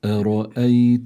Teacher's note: الراء حكمها التفخيم لأنها عليها فتحة مفتوحة. الراء في إذا كانت مفتوحة يعني عليها فتحة بتكون هذه الراء حكمها التفخيم.